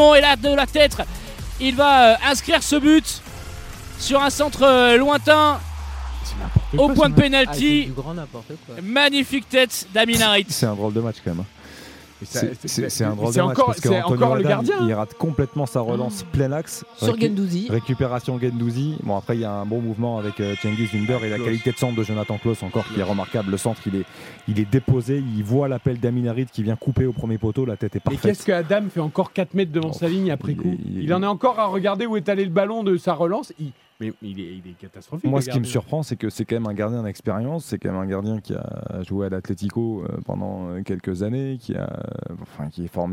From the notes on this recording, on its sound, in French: en direct du stade Vélodrome